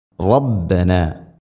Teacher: റബ്ബന ഈ പദത്തിൽ തന്നെ റാ എന്ന അക്ഷരം ഉച്ചരിക്കുമ്പോൾ റബ്ബന, റബ്ബന എന്നല്ല റാ, റബ്ബന. റാഇനെ തഫ്ഹീം ചെയ്യണം, കനപ്പിച്ച് ഉച്ചരിക്കണം